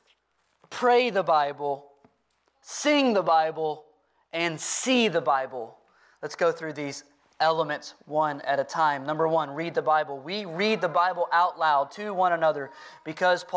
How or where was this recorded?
large echoing room